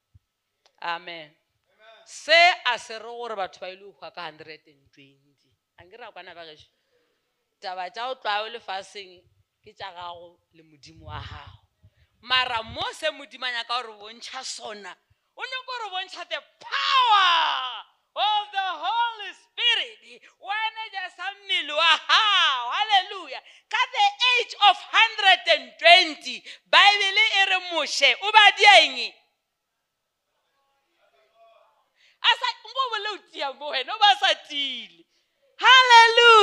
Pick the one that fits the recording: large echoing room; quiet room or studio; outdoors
large echoing room